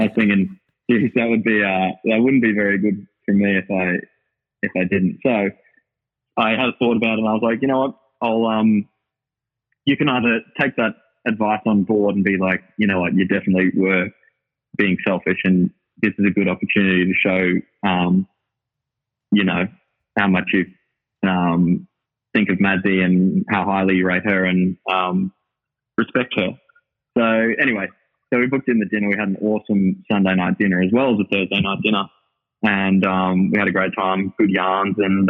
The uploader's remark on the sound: We spoke one rainy Sunday afternoon, over quite a chaotic but fun conference call.